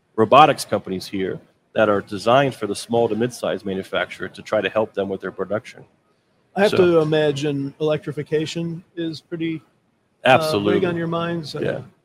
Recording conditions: busy venue